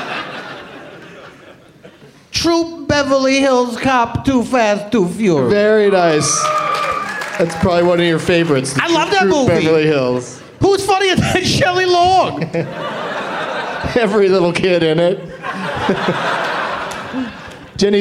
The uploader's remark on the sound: Live from the Bumbershoot Festival in Seattle, WA